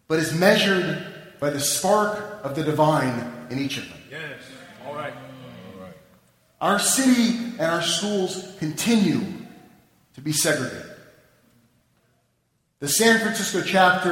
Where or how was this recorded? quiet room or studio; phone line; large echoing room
large echoing room